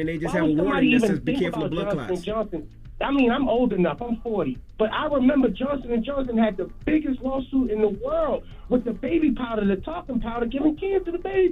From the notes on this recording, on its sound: Afterwards we opened up the phone lines to hear what our listeners thought.